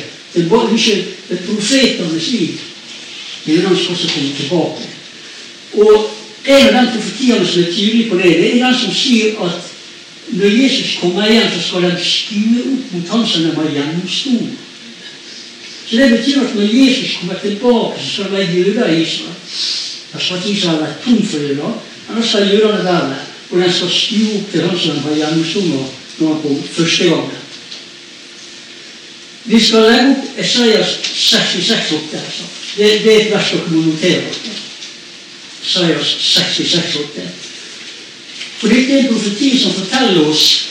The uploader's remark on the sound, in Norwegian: Beklager dårlig lyd.